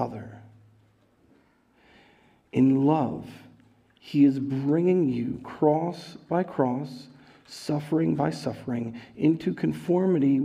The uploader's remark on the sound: Recorded live at Word of Life Church in Le Sueur, Minnesota on February 6th, 2022